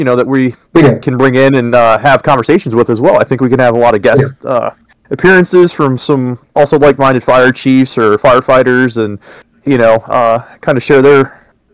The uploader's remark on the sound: Bare with us while we work thru the best settings for audio etc.